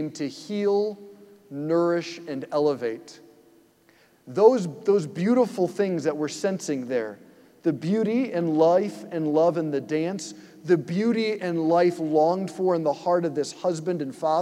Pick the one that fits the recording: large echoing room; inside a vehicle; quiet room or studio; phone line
large echoing room